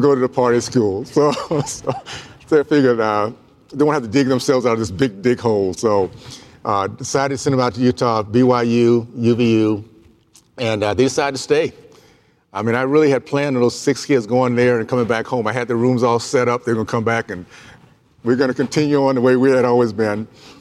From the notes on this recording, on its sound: Comes live from the 2022 Career Education Convention. Comes live from the 2022 Career Education Convention.